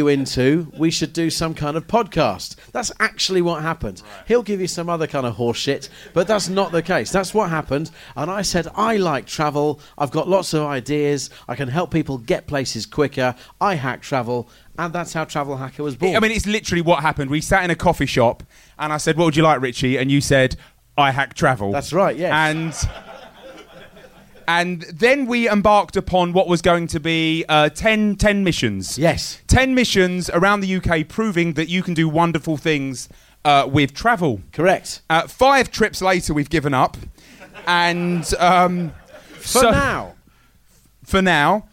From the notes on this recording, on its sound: Recorded at The Bill Murray Comedy Club in London